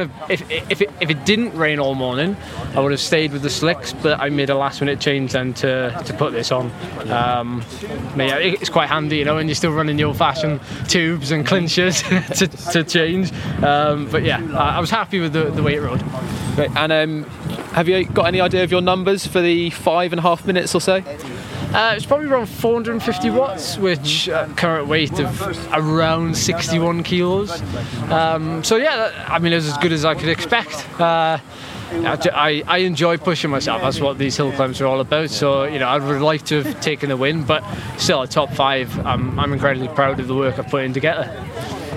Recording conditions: busy venue